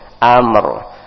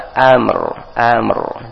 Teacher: Pertama tipis dibaca a dengan senyuman a, kemudian ada tebal.